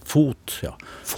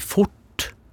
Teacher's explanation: så trekker tunga litt tilbake, så krøller jeg tungespissen opp · Shown in: second take · og så plasserer den bak den der tannlegen. · Så har jeg tungespissen mot tennene.